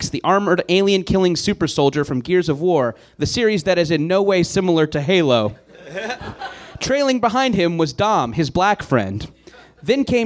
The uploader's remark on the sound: Recorded live at Nerdmelt in LA.